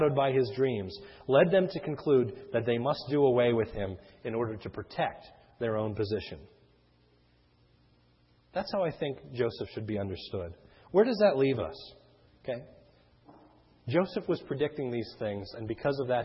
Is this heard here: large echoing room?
yes